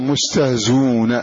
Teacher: فمثل هذا في التخفيف الرسمي لحمزة يحذف هذه الهمزة مستهزئون، فتبقى الزاي مكسورة بعدها واو، والواو يناسبها الضم، إذن يلزم ضم هذه الزاء حتى تناسب الواو بعد حذف الهمزة، فنقول مستهزون.